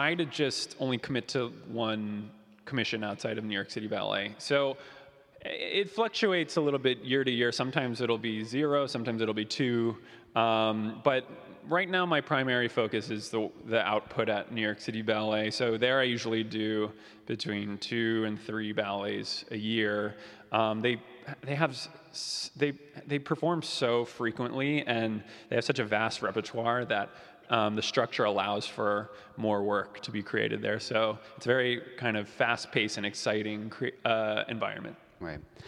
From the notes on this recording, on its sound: LIVE from San Francisco Ballet's Unbound Festival in a live “Meet The Artist” event before the opening night of San Francisco Ballet's Unbound Festival.